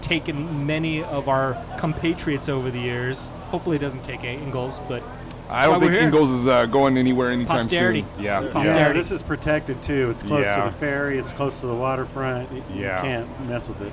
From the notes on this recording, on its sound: Engel's Pub in Edmonds. Recorded live at Engel's Pub - just down the street from Moto.